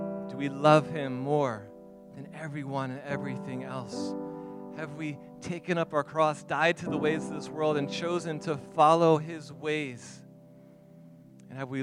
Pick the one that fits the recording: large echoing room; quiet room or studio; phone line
large echoing room